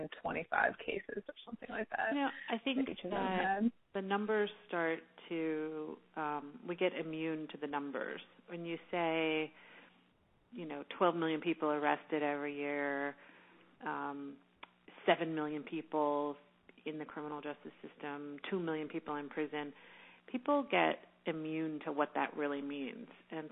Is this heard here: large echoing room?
no